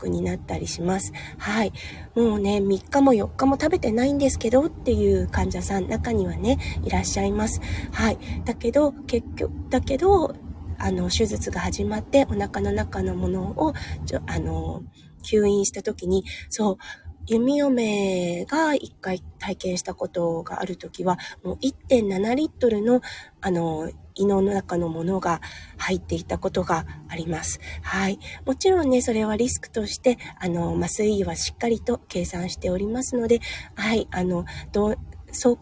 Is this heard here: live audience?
no